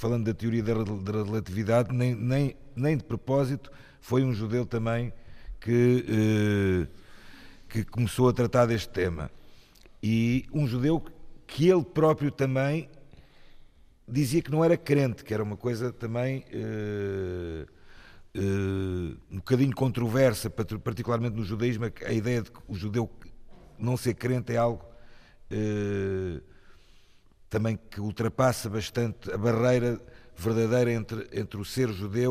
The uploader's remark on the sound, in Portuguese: Programa gravado na Igreja de Nossa Senhora do Livramento na Sobreda da Caparica. Perguntas do públi.